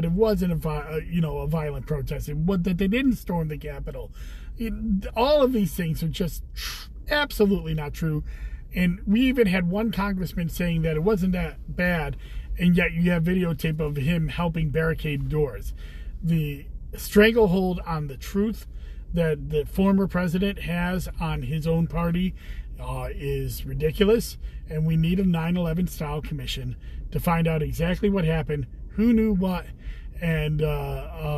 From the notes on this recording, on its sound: Commissioner in a Car. I also take live questions from FB.